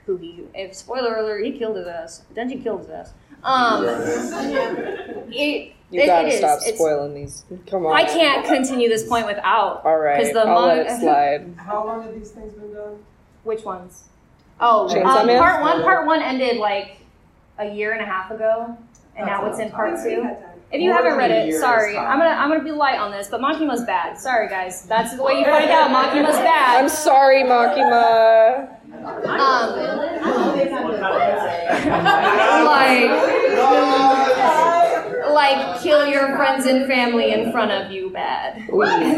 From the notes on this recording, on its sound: Live From A-Kon. Here is our little live episode.